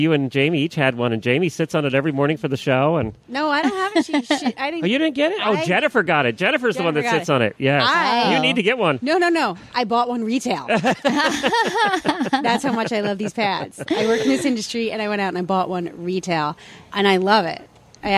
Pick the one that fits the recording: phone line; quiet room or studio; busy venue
busy venue